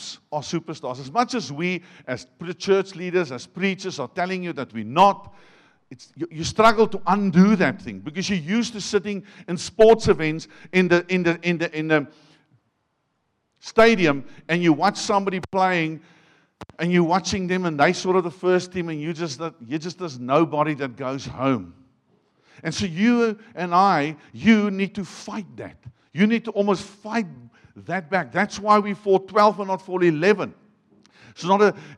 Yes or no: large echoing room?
yes